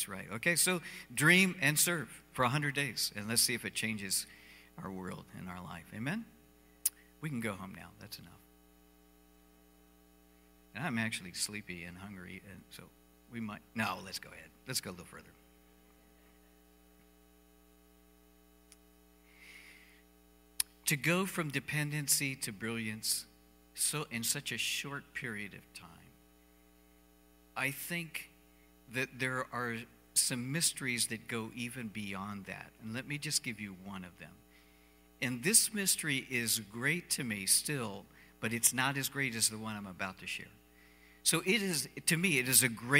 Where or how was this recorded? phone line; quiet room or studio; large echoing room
large echoing room